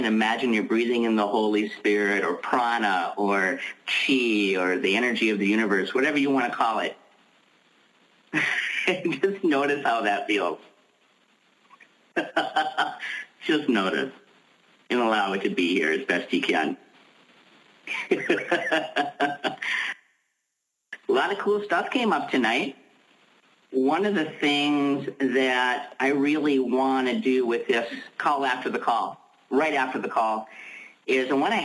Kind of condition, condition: link, phone line